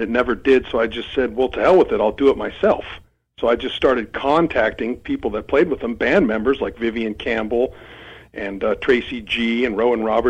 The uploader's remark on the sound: called